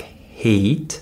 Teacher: So listen as I say uh, these vowels and listen for that Y or that W sound. So if I say the vowel a, like hate, notice that there's a y sound. · Term: glide sound